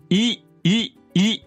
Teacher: 舌の位置が高い、口の中の天井、口蓋に限りなく近寄った状態で発音する母音 · Term: 高母音